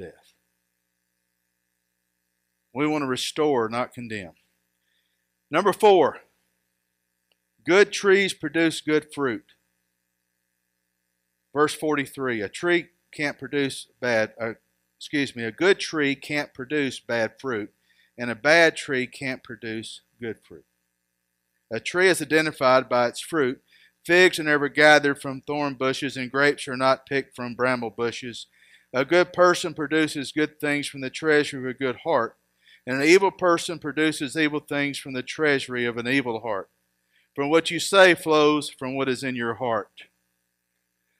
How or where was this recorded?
large echoing room